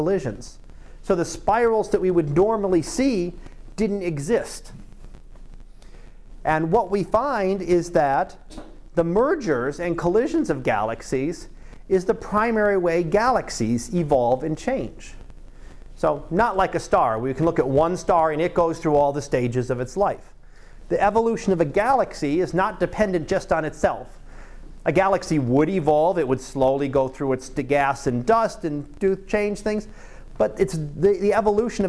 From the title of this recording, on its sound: Live Class Lecture 2017 Nov 27